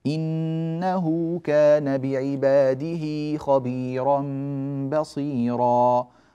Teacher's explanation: فلأن الهاء مضمومة وصلناها بواو في إنه، ولأنها مكسورة في بعباده وصلناها بياء. إنه كان بعباده خبيرا بصيرا، وهذا المد صلة صغرى.